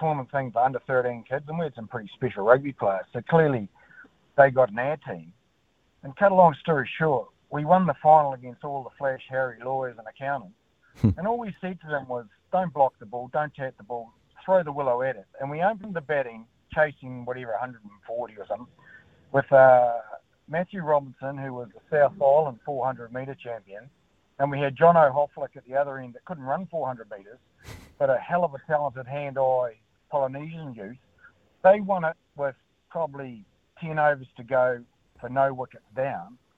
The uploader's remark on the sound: hits the phone and text lines to see what the listeners think